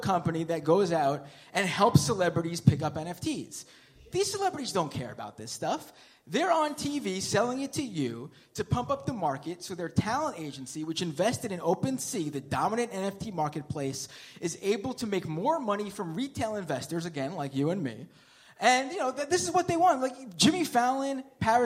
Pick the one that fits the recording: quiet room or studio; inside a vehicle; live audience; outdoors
live audience